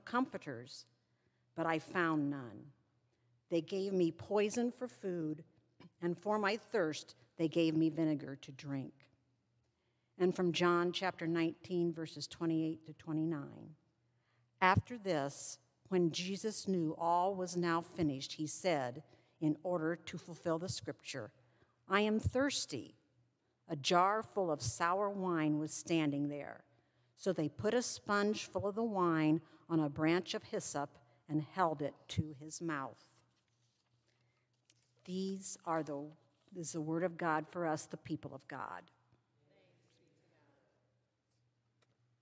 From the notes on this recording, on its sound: Sermon from live worship service at St. Paul's UMC Tiffin Ohio.